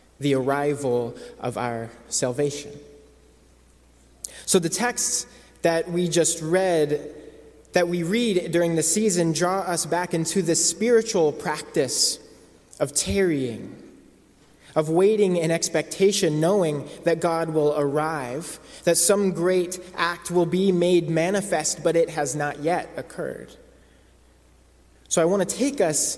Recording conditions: large echoing room